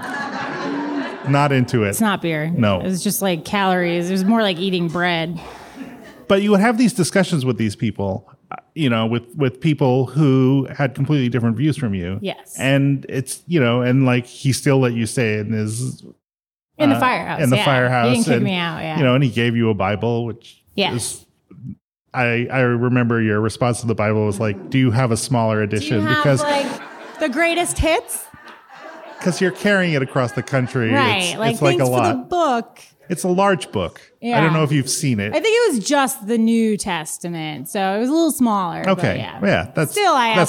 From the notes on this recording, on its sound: answers some questions from the audience.